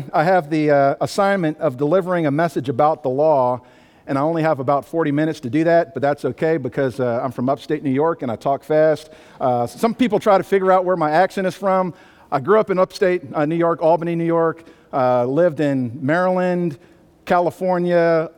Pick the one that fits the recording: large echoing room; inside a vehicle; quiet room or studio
large echoing room